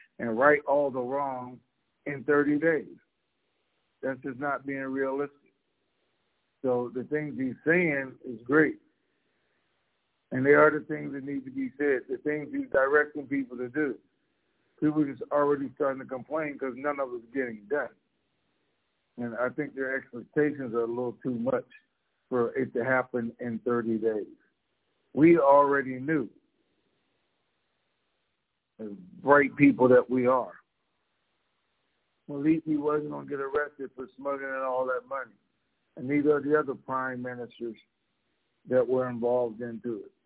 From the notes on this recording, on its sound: Conference Call